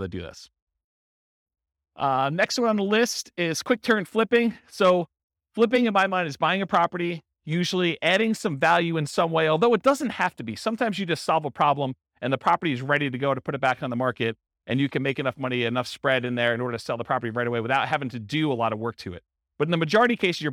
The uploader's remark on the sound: Real estate entrepreneurs in Alexandria, Virginia. This was a live class recorded to give investors a solid qualitative overview of all the different real estate investing strategies.